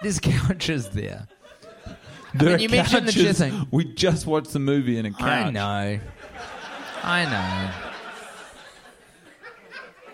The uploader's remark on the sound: Recorded live in front of a soldout CineFamily crowd on Sunset in Los Angeles, California. After a public viewing of the movie.